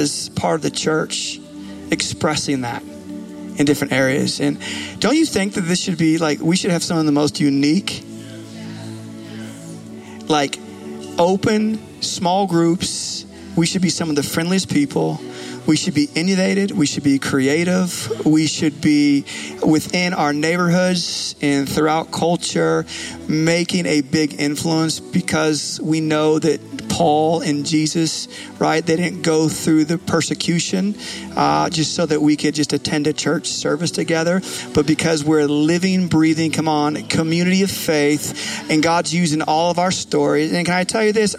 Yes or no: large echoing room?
yes